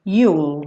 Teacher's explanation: Eu só ponho o som do L depois do you.